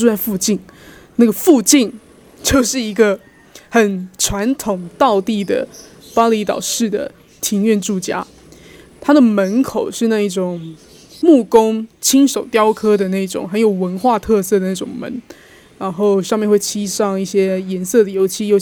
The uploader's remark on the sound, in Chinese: 第一次嘗試戶外錄音，才剛講完峇里島雨季很猖狂，果然一錄就給我下雨。現在也想在這裡用戶外錄音的方式真實呈現給你們看。